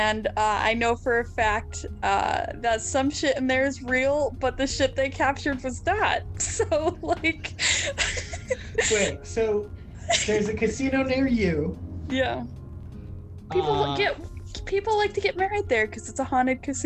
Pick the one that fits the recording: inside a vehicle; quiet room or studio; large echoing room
inside a vehicle